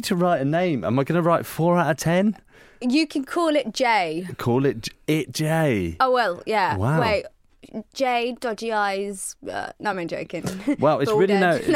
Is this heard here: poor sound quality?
no